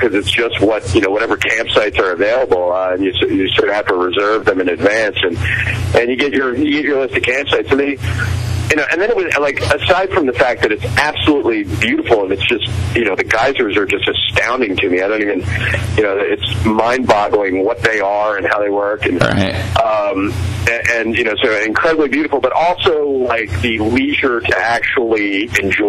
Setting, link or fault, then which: link, phone line